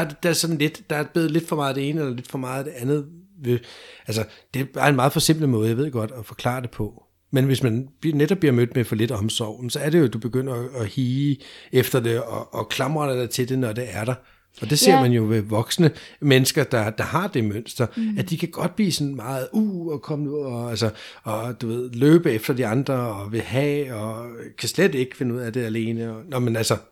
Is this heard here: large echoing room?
no